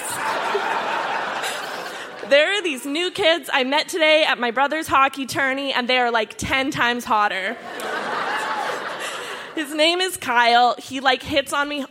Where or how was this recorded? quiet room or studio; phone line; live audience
live audience